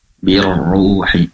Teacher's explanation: pastikan dipertebal ro-nya karena berharokat dhammah dengan cara mengangkat pangkal lidah ke atas